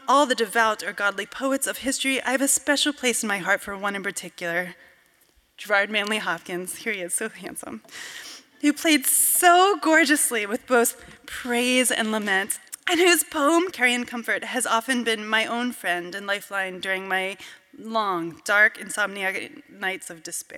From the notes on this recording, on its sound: from a Portland Arts & Lectures event in early 2023 at the Arlene Schnitzer Concert Hall